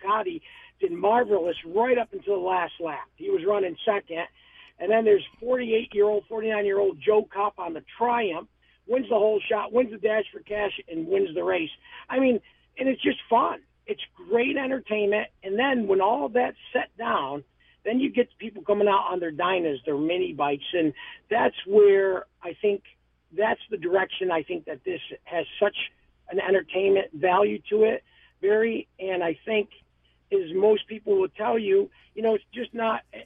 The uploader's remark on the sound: Calls in with a true LIVE report from the 2017 Harley-Davidson dealer show.